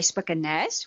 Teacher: By spik en nes word die N as 'n NJ uitgespreek, wat 'n palatale klank is.